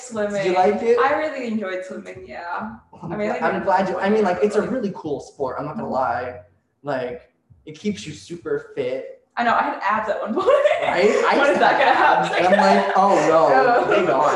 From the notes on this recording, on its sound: Featuring ding tones throughout because we are the jankiest production. Special thanks to our live audience.